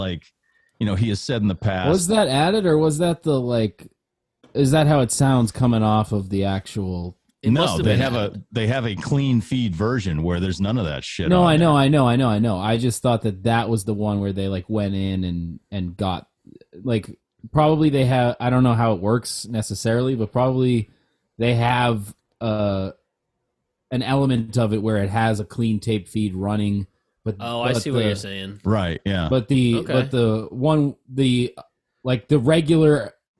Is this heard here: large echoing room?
no